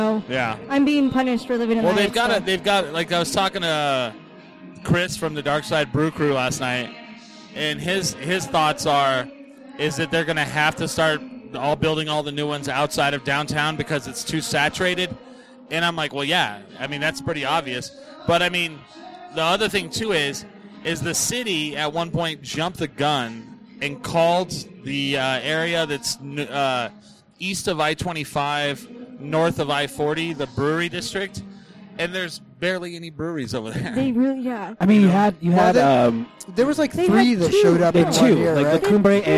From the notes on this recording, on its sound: The gang records a show from The Alibi's Untapped.